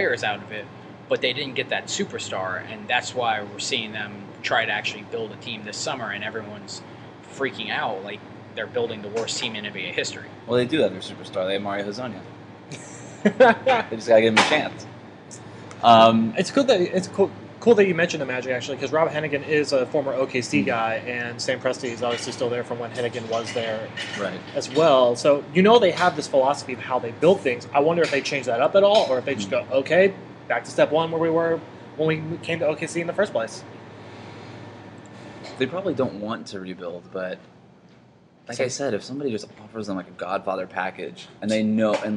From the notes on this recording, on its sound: broadcast live from Summer League